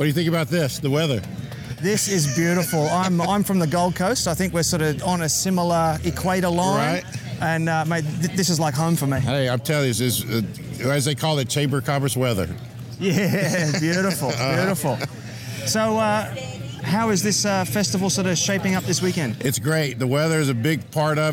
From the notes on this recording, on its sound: Live at the Hammond BBQ Challenge, Louisiana. The town was packed as the whole community came out to support the event and raise money for the local community which was heartwarming to see.